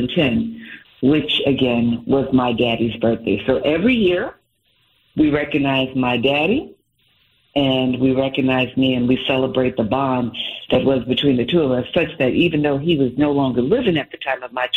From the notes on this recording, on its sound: New Yorkers call in to sound off.